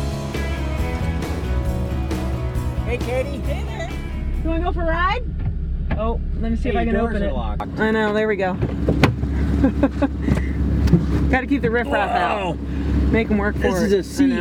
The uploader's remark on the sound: She took me on a ride in her 2016 Porsche Carrera for a 30 minute interview during the 2019 Trek CX Cup - the audio isn't always studio perfect, but it sure is fun